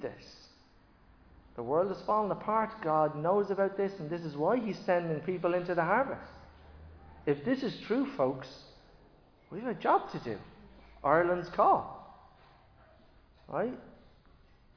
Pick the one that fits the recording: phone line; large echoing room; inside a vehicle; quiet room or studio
large echoing room